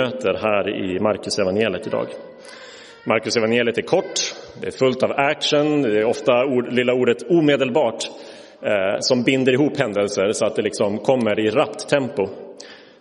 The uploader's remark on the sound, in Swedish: Inspelad i Roseniuskyrkan den 12 mars 2023.